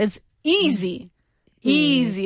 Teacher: Easy with a z sound, like Brazilian or Brazil.